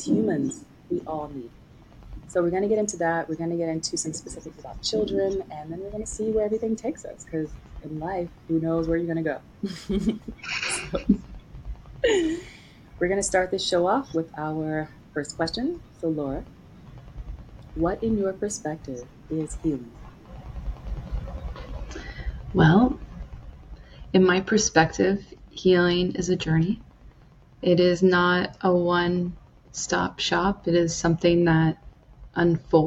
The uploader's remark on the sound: There was an issue with the volume of my recordings but you should still be able to hear us both loud and clear! Don't worry, it's not an issue with your device.